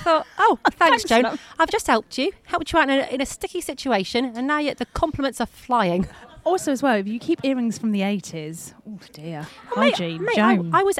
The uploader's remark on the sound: we are live from East Midlands Airport!